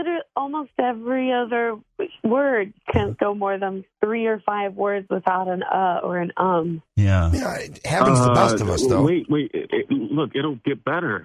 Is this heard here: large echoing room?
no